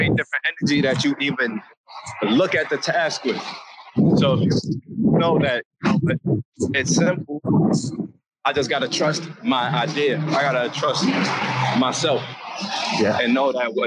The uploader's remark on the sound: Sorry for the recording background noise.